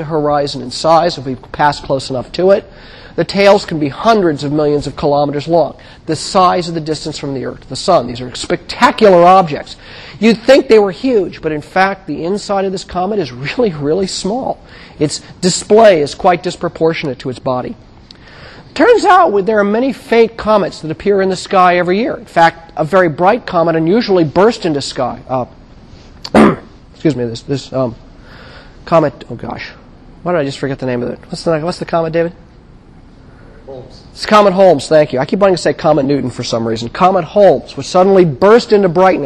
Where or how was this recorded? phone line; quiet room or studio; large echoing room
large echoing room